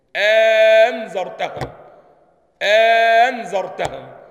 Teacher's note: الهمزة الأولى تحقق مفيش خلاف في هذا، الهمزة الثانية تتحول إلى إيه؟ إلى ألف · Term: يبدلها ورش ألفا